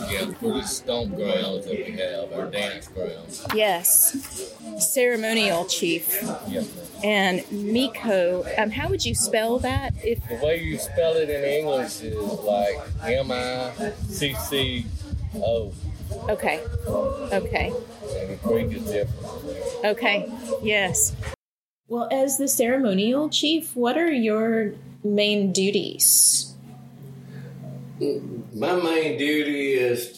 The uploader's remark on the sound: at the 2022 Southeastern Indian Festival